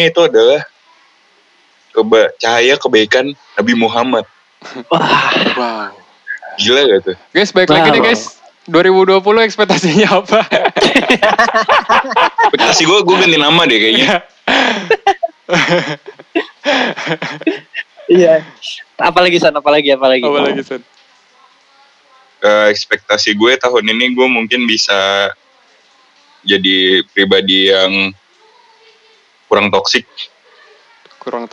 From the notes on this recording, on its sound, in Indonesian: Berhubung harus #dirumahaja, maaf kalau ada perubahan kualitas suara yak.